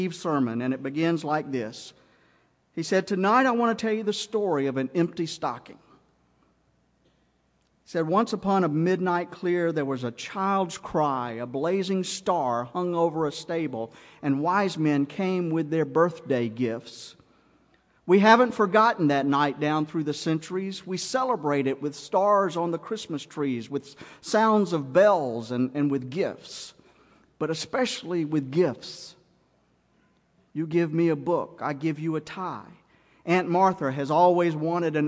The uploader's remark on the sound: Christmas Eve Service 2009 - Audio